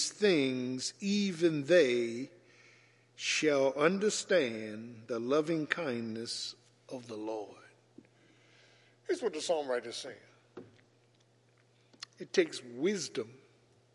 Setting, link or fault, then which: setting, large echoing room